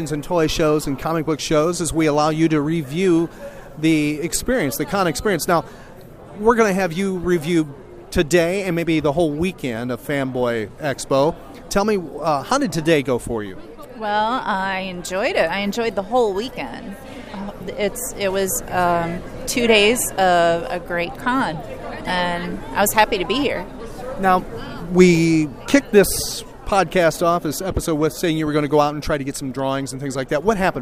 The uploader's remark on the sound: recorded at Fanboy Expo Lakeland.